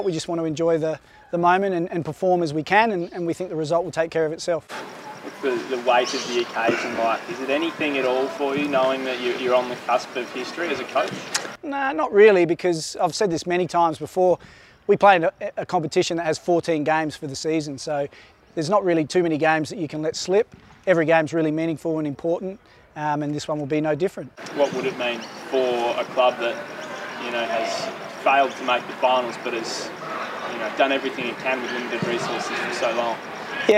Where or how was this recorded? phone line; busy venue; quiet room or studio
busy venue